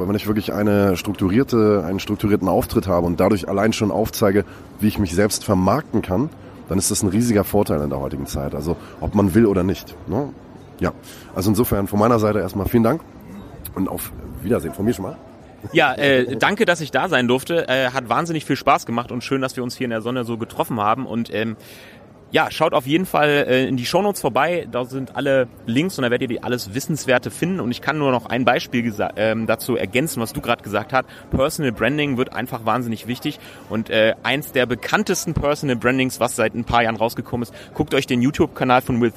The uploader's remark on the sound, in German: LIVE Best of Events Messe. LIVE von der BEST OF EVENTS Messe in Dortmund. IPhone X.